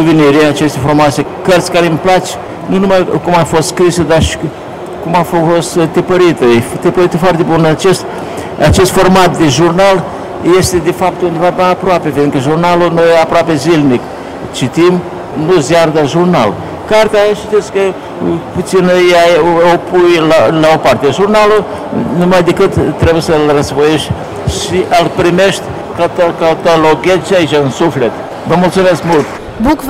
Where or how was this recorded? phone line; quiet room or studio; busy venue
busy venue